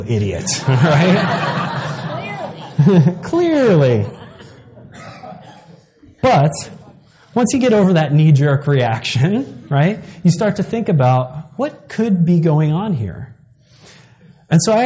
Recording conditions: live audience